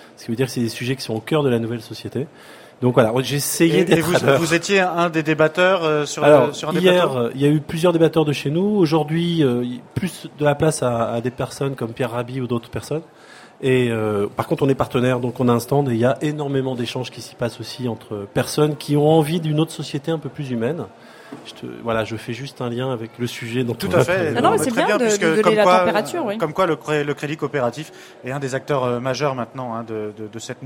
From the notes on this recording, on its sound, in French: Le plateau de Fréquence Terre sur le salon planète durable en Avril 2011. Enregistrée au salon planète durable en Avril 2011.